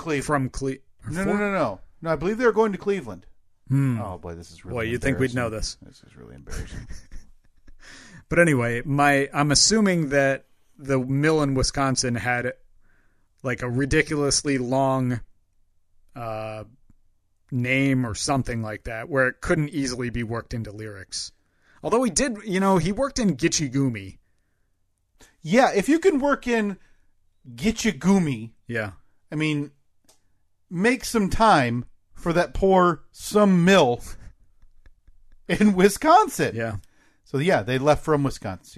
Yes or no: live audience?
no